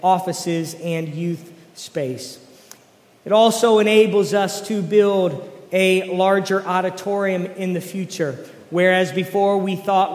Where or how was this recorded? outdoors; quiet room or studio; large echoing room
large echoing room